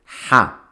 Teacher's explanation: Ha es una letra que sale de la garganta.